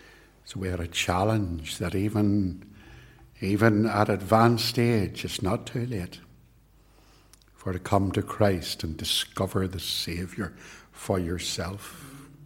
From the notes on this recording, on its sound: This sermon was preached at both Ballymacashon and Templepatrick Reformed Church. It was recorded at Templepatrick and is used here with their kind permission.